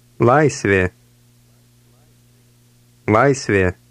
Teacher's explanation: paying attention to the hard L at the beginning of this word